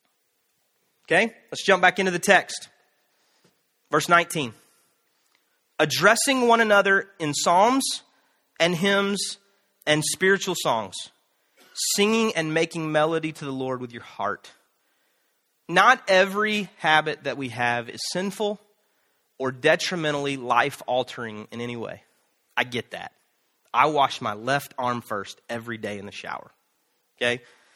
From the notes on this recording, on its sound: Canton Church, in Canton, GA, features live teaching